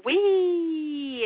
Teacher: the slidey sound because you're going from ooh to E